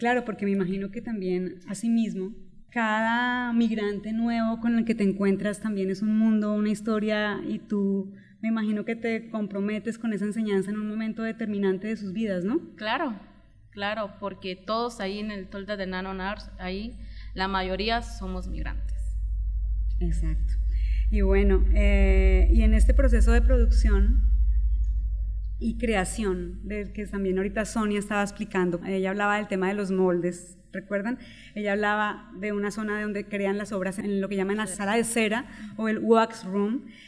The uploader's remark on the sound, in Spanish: EPISODIO grabado con audiencia en vivo.